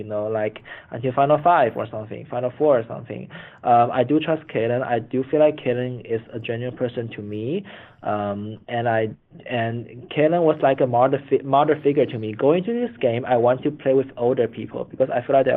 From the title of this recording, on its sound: Phone Interview